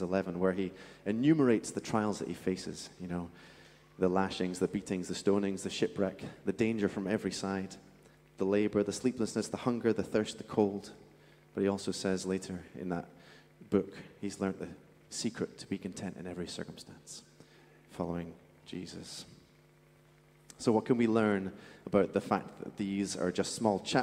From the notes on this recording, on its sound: Streamed live at St Paul's Shadwell on Sunday, 26 March 2023.